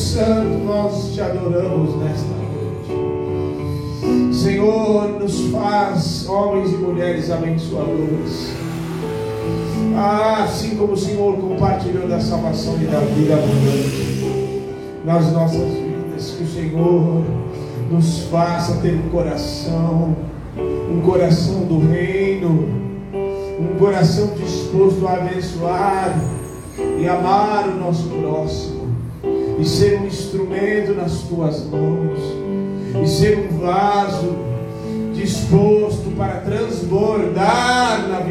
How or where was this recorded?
large echoing room